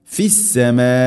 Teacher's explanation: ഇവിടെ മദ് മുത്തസിൽ ഫിസ്സമാ, മദ്ദിൻ്റെ അക്ഷരമായ അലിഫിന് ശേഷം ഹംസ അതേ പദത്തിൽ, അതുകൊണ്ട് നാലോ അഞ്ചോ ഹർക്കത്തിൻ്റെ ഖദറിൽ നിർബന്ധമായിട്ടും നീട്ടണം. മദ് മുത്തസിൽ, മുത്തസിൽ വാജിബാണ്.